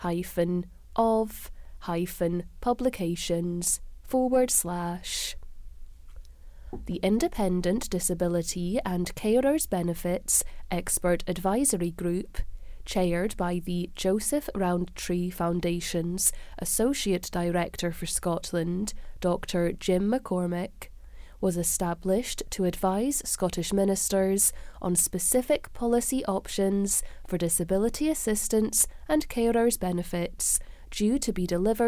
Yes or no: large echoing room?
no